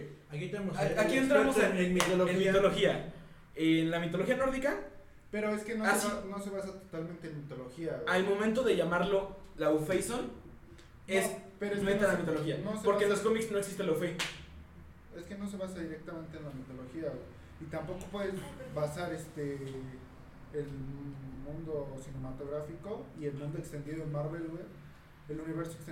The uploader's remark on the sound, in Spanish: Por el ruido de fondo y por si se escucha baja la voz, cambiamos de locación de grabación y hacemos lo mejor que podemos.